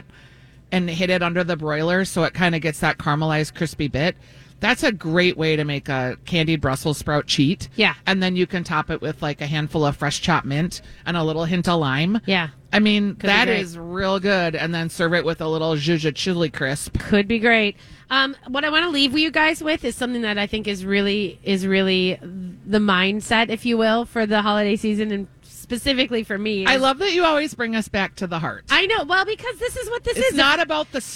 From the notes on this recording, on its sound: live at Surdyk's!